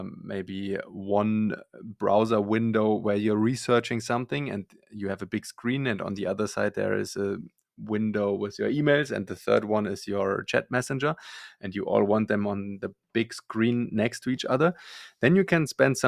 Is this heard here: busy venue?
no